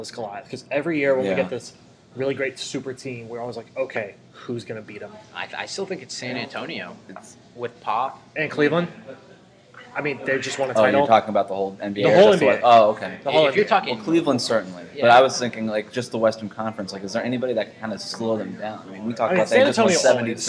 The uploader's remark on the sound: broadcast live from Summer League